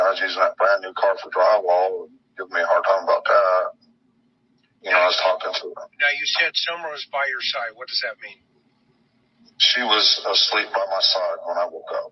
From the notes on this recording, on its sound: Listen to the audio phone interview.